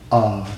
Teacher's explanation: Me n'est pas une consonne allongeante. Et pourtant, cet A est long.